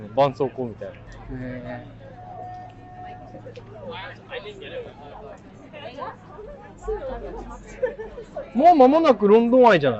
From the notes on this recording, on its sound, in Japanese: 外収録//。今回のロンダンは初のフィールド収録！シャッター音が鳴るところでインスタに写真載せてるよ。